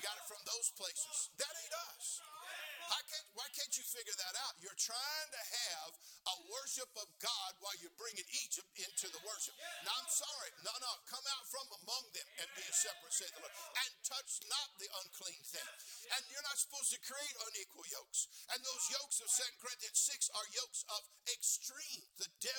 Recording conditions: large echoing room